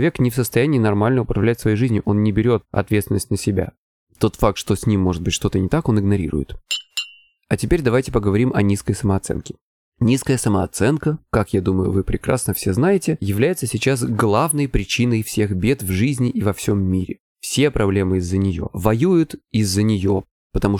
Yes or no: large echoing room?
no